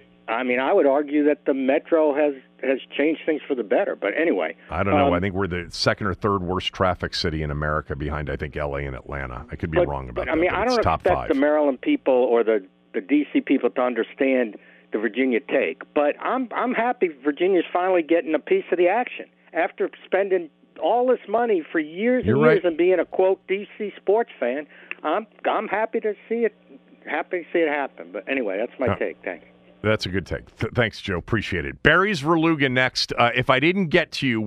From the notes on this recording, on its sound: opens the phone lines up for the listeners